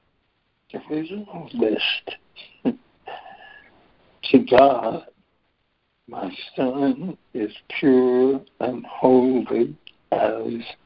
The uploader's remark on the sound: ACIM Daily Conference Call.